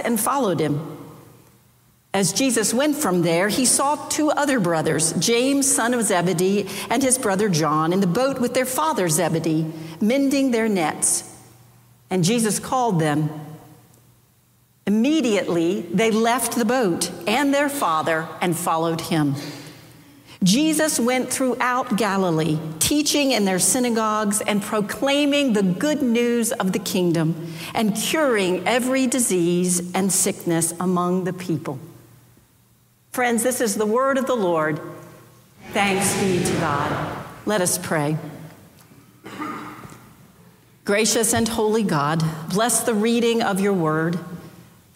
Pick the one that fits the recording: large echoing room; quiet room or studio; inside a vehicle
large echoing room